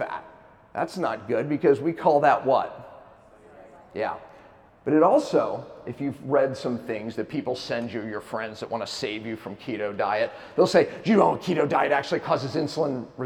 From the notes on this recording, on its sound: keynote lecture at KetoCon Austin 2022